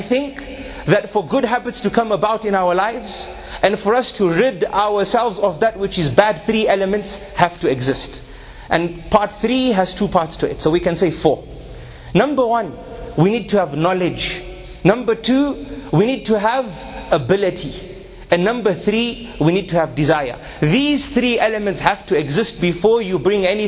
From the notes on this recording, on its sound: A 20 minute lecture delivered at Masjid alFalaah in Harare Zimbabwe